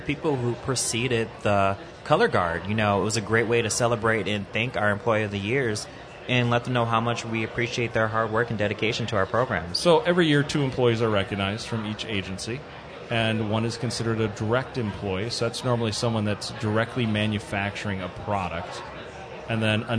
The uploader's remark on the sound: Live from DC. At the National Industries for the Blind Expo in Washington DC.